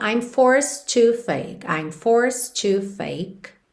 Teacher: como a próxima palavra é to, a gente já liga num som só